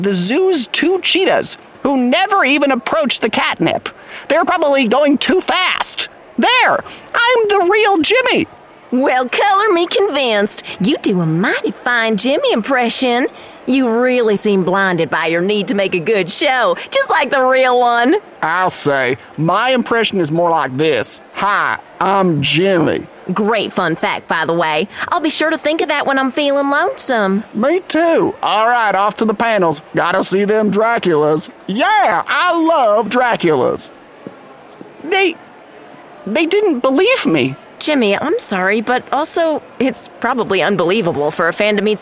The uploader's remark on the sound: We’re here reporting live on the floor of the GZM Studio Convention Center hoping to meet and interview some cool PodCon attendees!